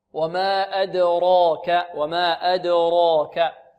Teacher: طيب، والكاف مرققة، إذن عندنا في الكلمة هذه حرف واحد مفخم وهو الراء، لأن الراء مفتوحة وتفخم، وكذلك الألف، نقول حرفان مفخمان، الراء وبعدها الألف، لأن الألف تابعة لماذا؟ لما قبلها، الراء مفخم والألف بعدها مفخم، والراء مفخمة لأنها مفتوحة